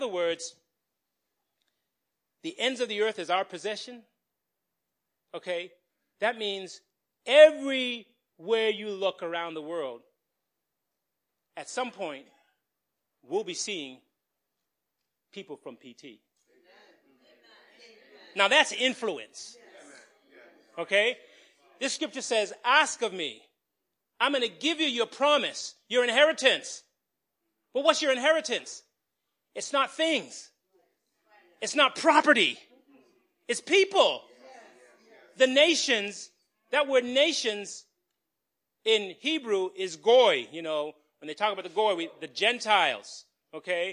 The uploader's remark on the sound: Recorded on 2017-03-19 at the 8:30am Service.